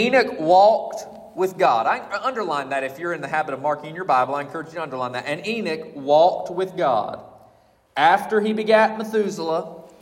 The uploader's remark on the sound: At Collins Hill Baptist Church.